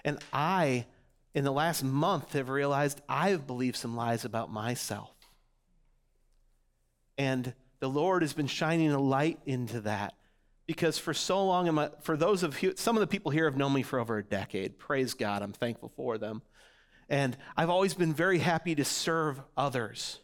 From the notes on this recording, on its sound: audio from New City Church in Champaign-Urbana, IL